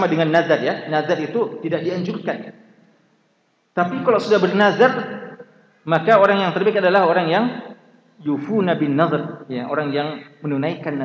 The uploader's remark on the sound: Ceramah tabligh akbar. LIVE at Masjid Nurul Ihsan Manisa Baranti.